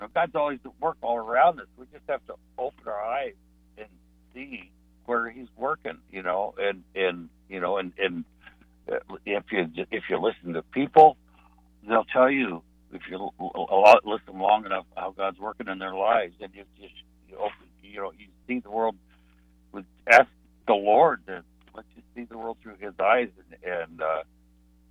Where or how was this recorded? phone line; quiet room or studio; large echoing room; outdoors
phone line